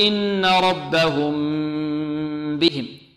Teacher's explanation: إذن هنا الميم الساكنة بعد هذا ربهم بهم نخفيها، يقول إن ربهم بهم، نطيل غنة فيها، نعطيها غنة الإخفاء